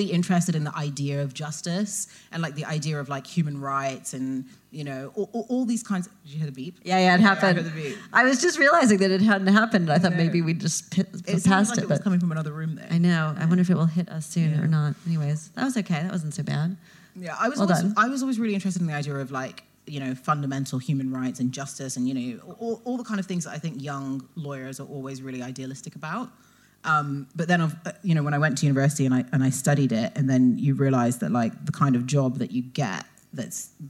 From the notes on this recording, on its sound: LIVE EPISODE. This episode of My Unlived Life was recorded live, at the Merky Books Literature Festival at the Roundhouse in London.